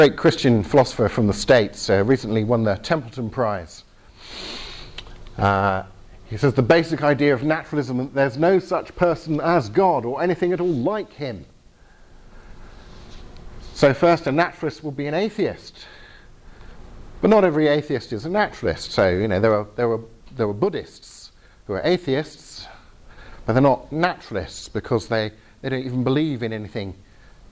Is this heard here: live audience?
yes